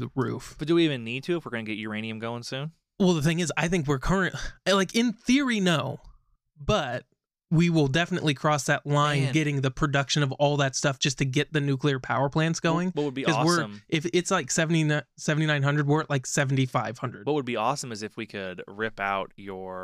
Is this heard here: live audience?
no